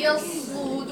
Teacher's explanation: الصدور الدال رقيقة والواو بعد كده لو وقفت عليها تبقى مفخمة